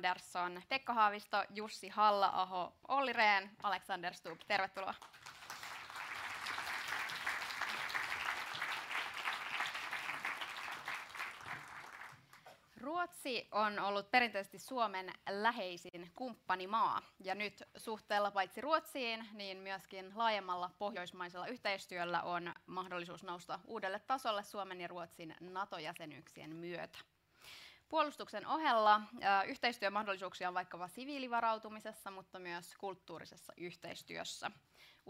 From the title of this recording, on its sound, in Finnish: LIVE: Presidentinvaalipaneeli